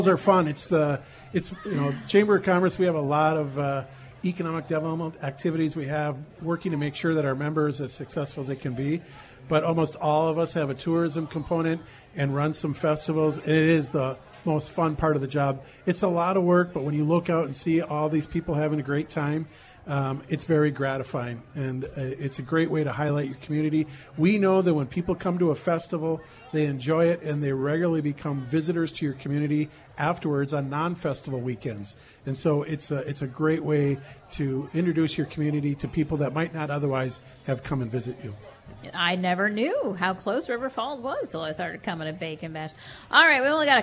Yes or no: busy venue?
yes